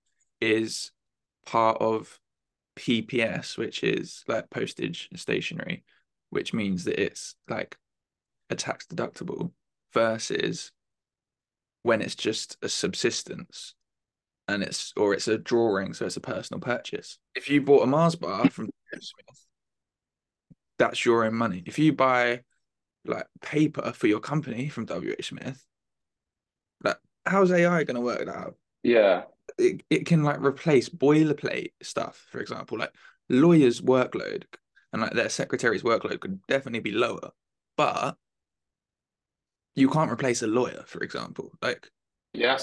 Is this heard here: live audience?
no